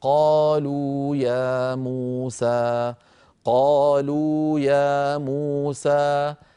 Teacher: هذه خمس مدود طبيعية متتالية · Term: المد الطبيعي